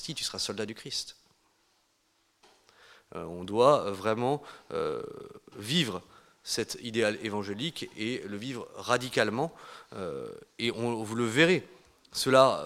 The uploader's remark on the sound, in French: Conférence donnée lors de l'université d'été 2018 d'Academia Christiana : "Rebâtir la Cité".